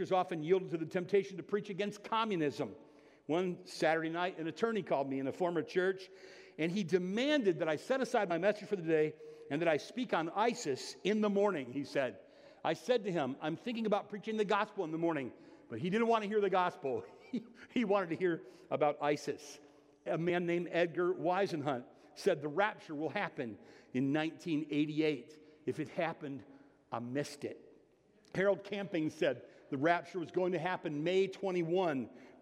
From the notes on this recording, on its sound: (Sermon) Audio. Bethel Church–Jackson.